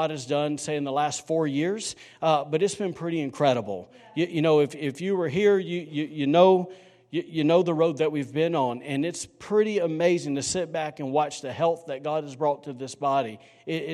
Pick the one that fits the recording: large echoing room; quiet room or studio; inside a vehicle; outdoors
large echoing room